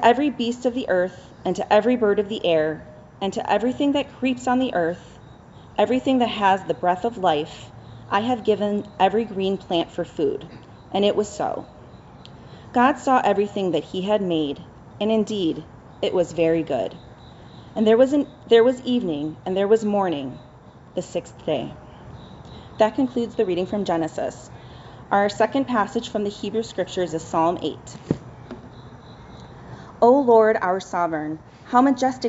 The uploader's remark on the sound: Preached outdoors at Lorel Park in Skokie.